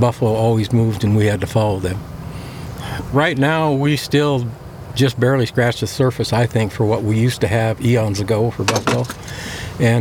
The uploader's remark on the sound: Riding with the Herd on Location at the Buffalo Round Up South Dakota. Recorded on-location, this audio adventure is designed to do more than just let you hear what it’s like to be there. Produced by Armchair Productions, the audio experts for the travel industry . Field recording and audio production.